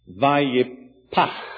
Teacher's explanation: It's got the P, which is plosive, and then the long continuing H. It suggests a very forceful, continuing, outgoing breath.